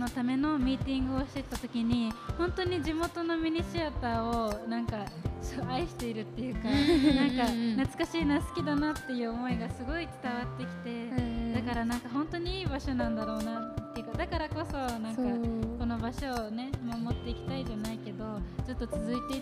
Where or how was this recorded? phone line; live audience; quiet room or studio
live audience